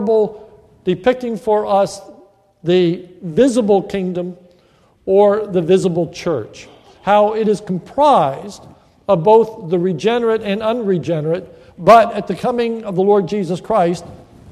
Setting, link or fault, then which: setting, large echoing room